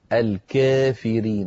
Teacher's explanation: يميل ألف الكافرين فإمالة صغرى فيقول الكافرين وليس الكافرين ولا الكافرين.